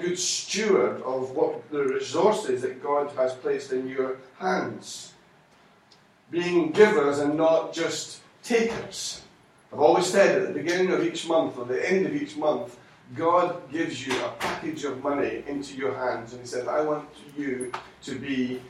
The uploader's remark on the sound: Recorded at freedomcentre church, Preston on Sunday 12th June 2016